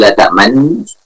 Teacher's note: Monyongkan bibir dan mengucapkan nun yang kedua dengan disertai gunnah. · Term: ismam